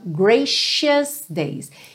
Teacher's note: Esse C vai ter um som de X ou de SH